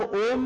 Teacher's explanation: प्लुत का मतलब होता है लंबा खींचना। जब आप ओम बोलते हैं वो प्लुत उच्चारण है, ओम लंबा करते हैं।